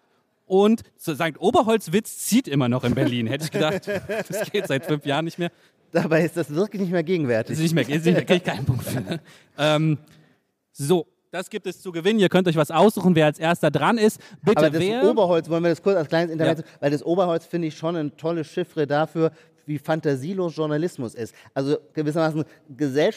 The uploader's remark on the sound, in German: Mit Livepublikum im Saal, beim Podcast-Festival von ZEIT ONLINE. Weil der so viel Spaß macht, spielen wir diesmal in Überlänge, und das mit Livepublikum im Saal, beim Podcast-Festival von ZEIT ONLINE .